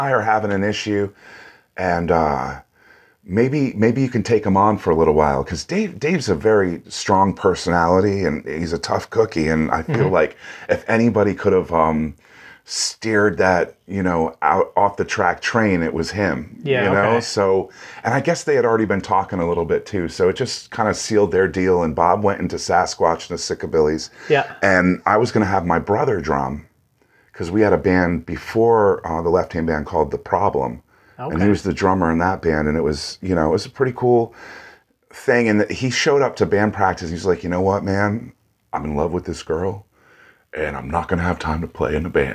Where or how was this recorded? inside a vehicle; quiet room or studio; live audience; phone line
quiet room or studio